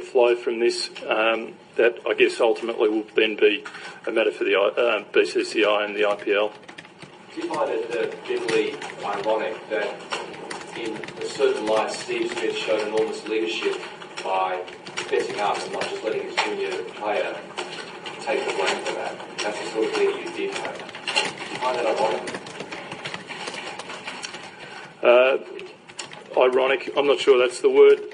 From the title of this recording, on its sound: Press Conference In South Africa